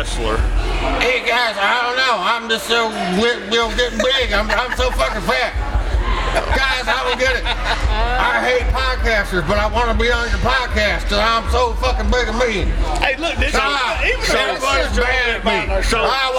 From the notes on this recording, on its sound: on location at Black Lodge